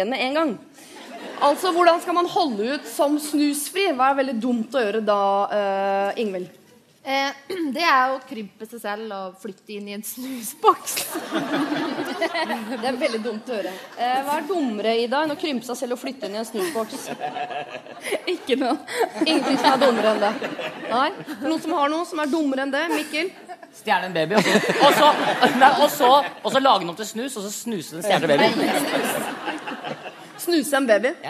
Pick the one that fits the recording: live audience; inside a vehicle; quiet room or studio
live audience